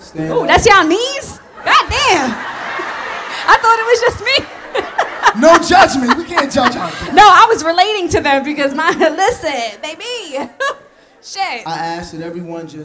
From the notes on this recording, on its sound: Live in Philly! Play more games with audience guests and answer more live listener letters.